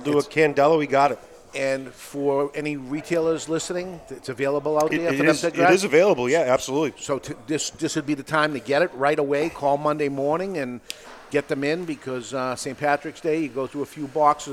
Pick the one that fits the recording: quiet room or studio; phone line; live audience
live audience